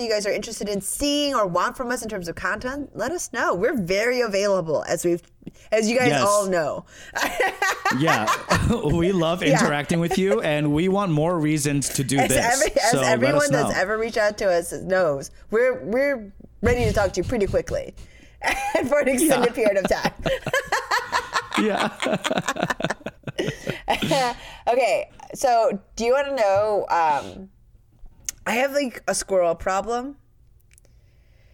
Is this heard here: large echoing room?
no